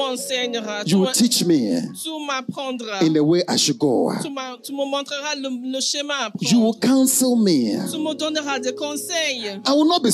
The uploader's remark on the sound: Preached during 31st Night Service at FCI Ministries, Rabat, Morocco.